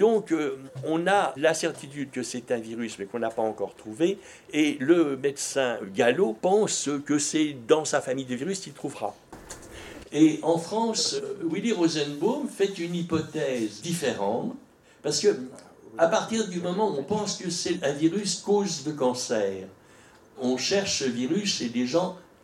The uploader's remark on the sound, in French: Au centre LGBTQI de Paris Ile-de-France. Enregistrement réalisé en public au Centre LGBTQI Paris-Île de France.